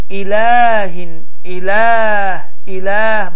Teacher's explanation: burada ə saitini iki dəfə artıq məd formasında uzatmalısan